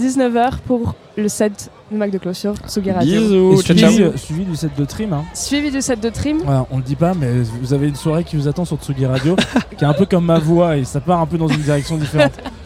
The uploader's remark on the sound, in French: Ce week-end on est en territoire Landais au Little Festival pour quelques jours a se mettre au vert (ou pas).